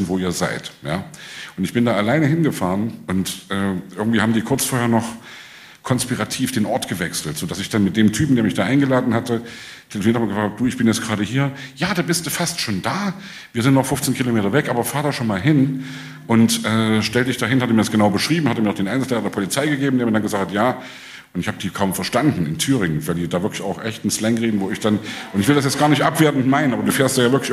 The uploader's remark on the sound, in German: In Leipzig im Kupfersaal vor Publikum unterhalten.